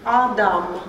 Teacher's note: Значит, оба А, и А долгие, Адам, да? Два долгих А.